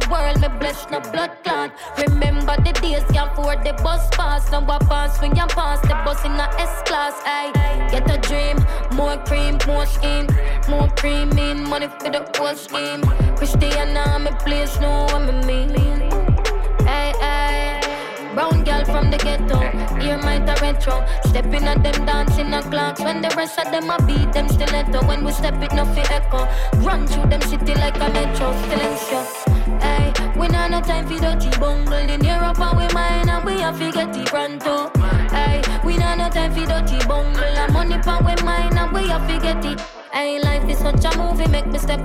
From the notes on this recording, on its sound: this is the Audio of the Dance